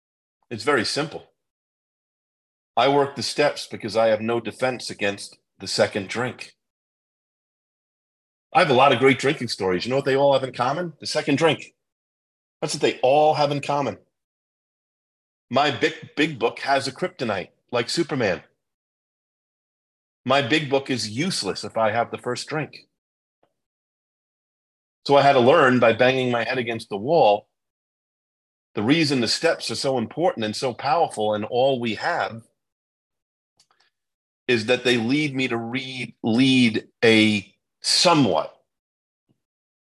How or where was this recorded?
video call